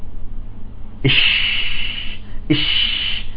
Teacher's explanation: انتشار صوت الشين داخل الفم، تمام، حتى يصطدم بالصفحة الداخلية للأسنان العليا · Term: التفشي